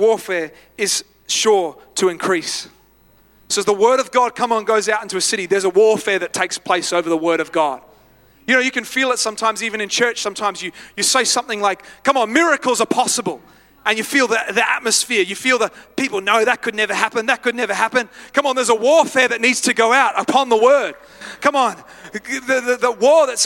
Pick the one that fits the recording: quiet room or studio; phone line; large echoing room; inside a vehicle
large echoing room